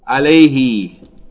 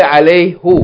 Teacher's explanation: this Hu, when it's preceded by Ya with Sukoon, then it has to change from Hu to He · Shown in: first take · And same thing with Hum becomes Him, and Huma becomes Hima. · Term: Hu becomes He